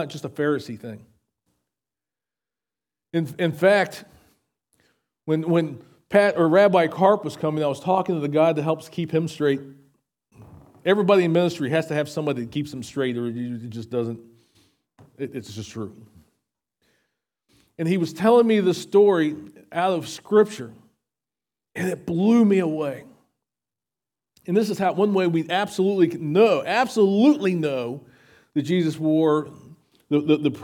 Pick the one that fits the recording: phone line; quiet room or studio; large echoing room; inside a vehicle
large echoing room